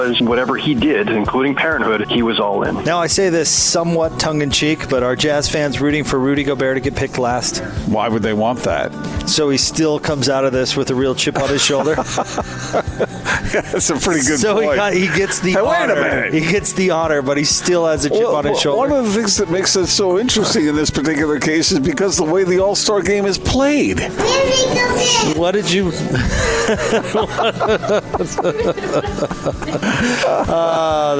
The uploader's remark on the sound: LIVE at The Warehouse